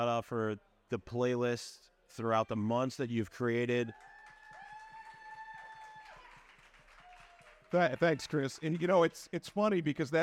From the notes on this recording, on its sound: Recorded live from Bar City on Rock Boat XXIII.